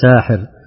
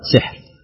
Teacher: بفتح السين وإثبات ألف بعدها مع كسر الحاء على أنه اسم فاعل، هكذا ساحر، والباقون بكسر السين وسكون الحاء مع حذف الألف على أنه مصدر، هكذا سحر.